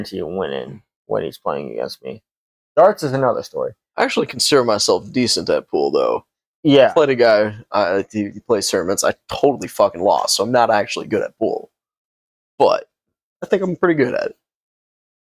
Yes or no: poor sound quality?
yes